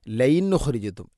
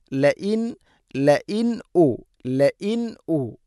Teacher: ല ഇ ഹംസ ഉച്ചരിക്കണം. തൊണ്ടയുടെ താഴെ ഭാഗമാണ് മഖ്റജ്. · Shown in: second take